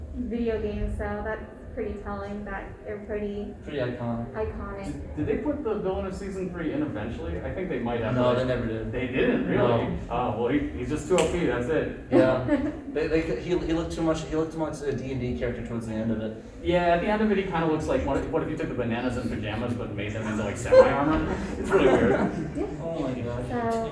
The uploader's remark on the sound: 3 of the 5 members of the pod crew did a panel at Saboten Con 2021 in Phoenix Arizona.